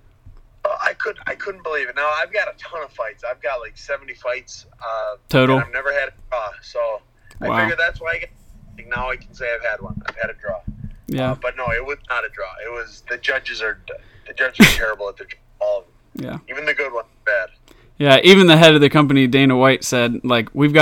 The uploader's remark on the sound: Interviews UFC Light Heavyweight over the phone.